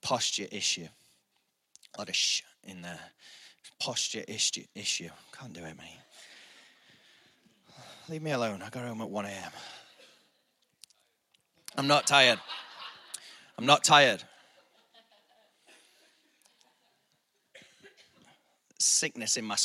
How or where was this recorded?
large echoing room